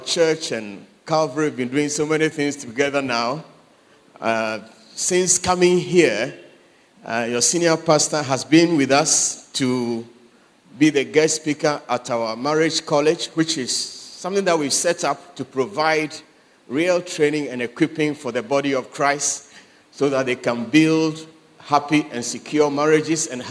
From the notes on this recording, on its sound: Sermon preached at CBC Adabraka Campus.